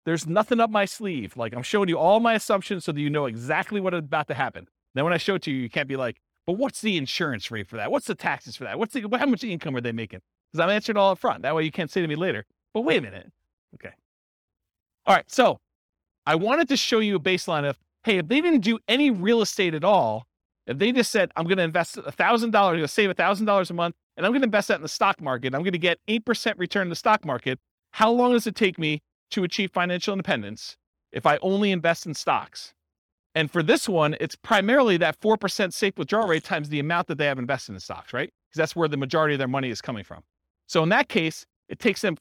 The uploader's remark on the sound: This was a live class recorded